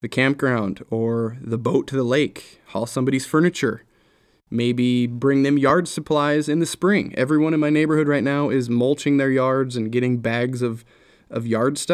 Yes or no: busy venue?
no